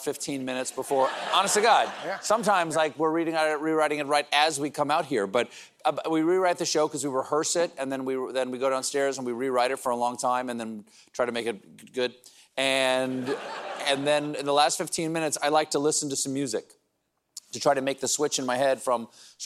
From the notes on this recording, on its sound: Every night before the show, our host takes a few questions from the audience.